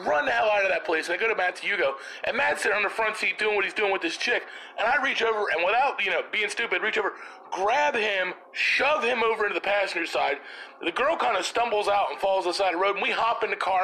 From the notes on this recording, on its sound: Thanks for all the call ins everyone.